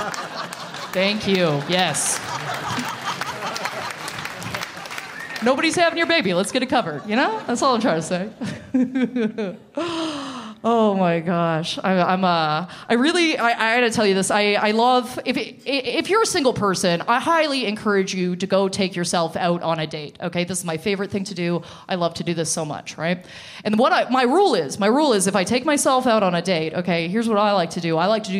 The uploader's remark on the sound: From the Big Sound Comedy Festival in Parry Sound